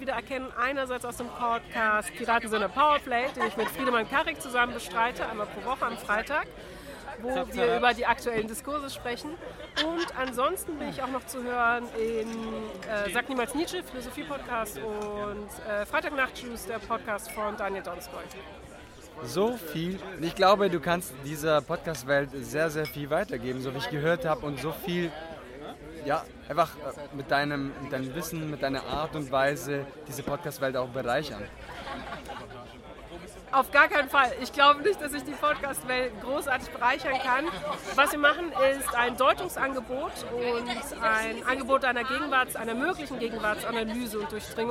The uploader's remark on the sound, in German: Hinter den Kulissen des Deutschen Podcast Preis 2022 (Inkl. Live-Interviews). Live-Interviews* in der Aftershow-Party.